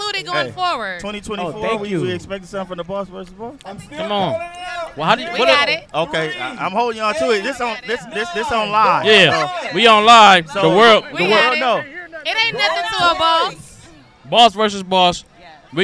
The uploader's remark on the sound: Live from the Home Depot parking lot in Compton. Feed The Hub With Love toy drive.